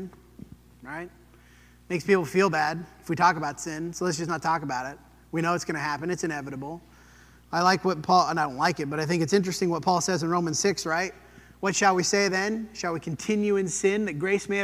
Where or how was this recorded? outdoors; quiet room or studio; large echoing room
large echoing room